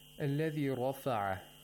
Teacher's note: Ra has tafkhim due to the fatha.